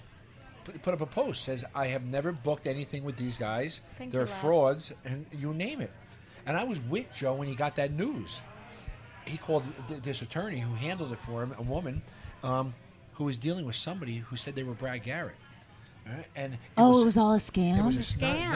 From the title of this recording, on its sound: Live from BravoCon